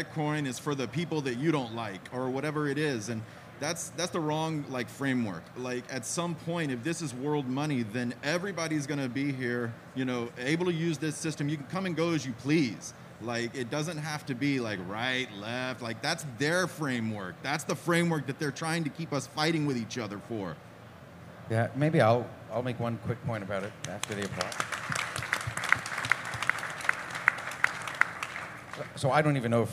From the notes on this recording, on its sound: For Café Bitcoin Live at Pacific Bitcoin!